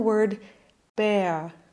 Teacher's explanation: We used to always say that an R doesn't get pronounced if it comes before another consonant, but that's not exactly the case. There are some situations where we pronounce the R as a schwa, creating a diphthong, as in the word bear. This doesn't only happen after an open E.